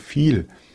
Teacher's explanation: Dieses E, was hinterm I steht, das hat ja keinen Ton. Wir sagen ja nicht siehe oder viehe. · Term: stummen Es